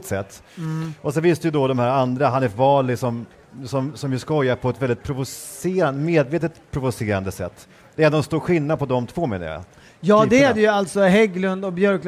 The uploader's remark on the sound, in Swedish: Live från Almedalen